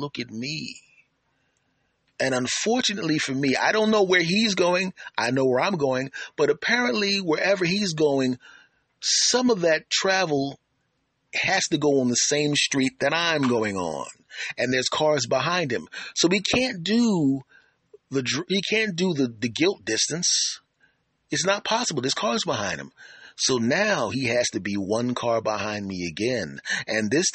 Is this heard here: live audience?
no